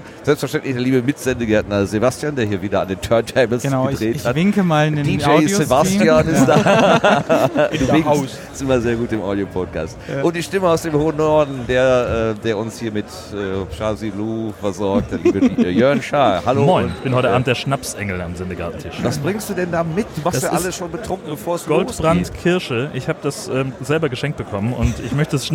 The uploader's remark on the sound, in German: Der Sendegarten ist “vor Ort” beim Chaos Communication Congress 2017 in Leipzig. Hatten wir unseren Recorder angeworfen und Gäste in den mobilen Sendegarten eingeladen.